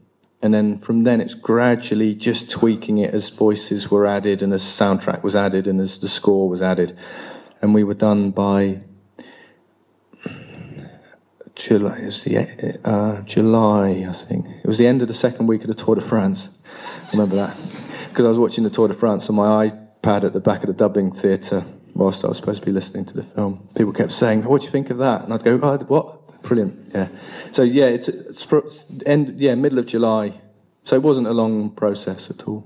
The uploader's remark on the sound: Live from 'Dirt in the Gate's' screening at The Shelley Theatre in Bournemouth